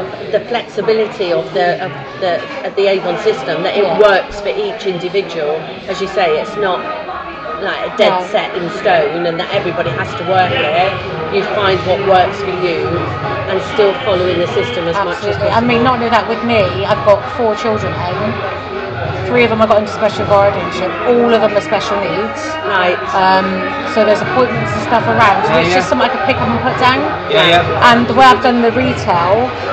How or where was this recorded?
busy venue